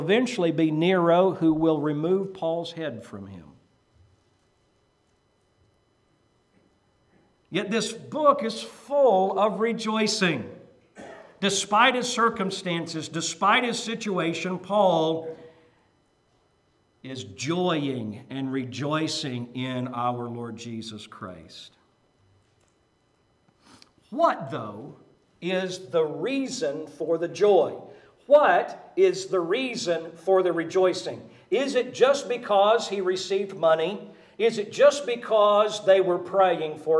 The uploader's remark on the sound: Preached at Maranatha Bible Church